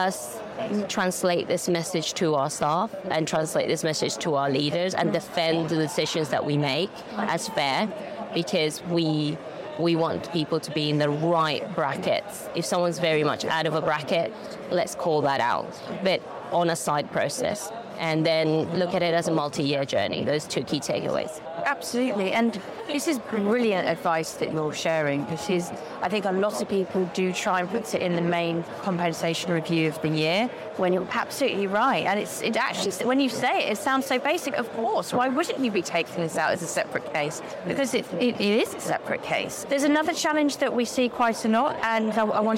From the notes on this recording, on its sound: In this podcast episode live from FinTech Connect 2023